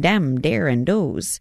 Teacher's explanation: Wisconsin and the UP definitely share key features, like the long O, saying dem, dare, and does